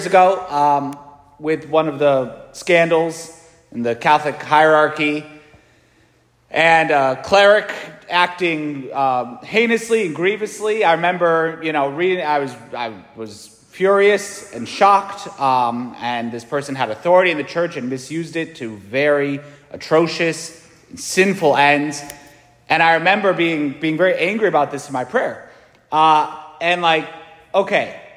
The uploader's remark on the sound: St Francis Catholic parish homily